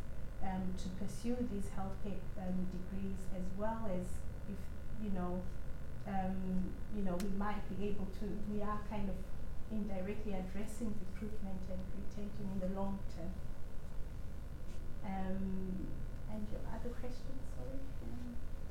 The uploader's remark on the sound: The Northern Mental Health Nursing Qualitative Research Forum meets three times a year. The following session was recorded at their second event on Thursday 13 October 2022.